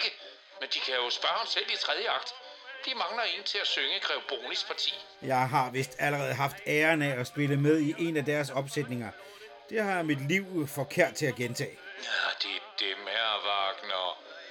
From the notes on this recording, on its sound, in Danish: Bringer vi her et særafsnit optaget online og på vores egne mikrofoner og mobiltelefoner.